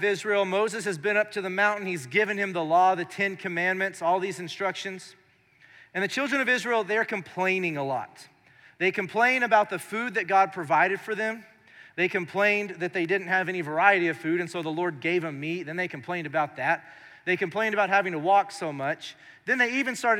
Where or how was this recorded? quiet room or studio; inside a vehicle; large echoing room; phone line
large echoing room